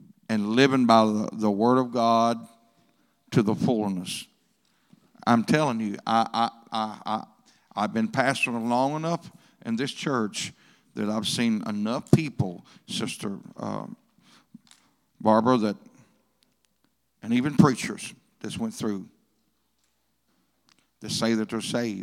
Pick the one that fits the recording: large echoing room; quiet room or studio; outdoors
large echoing room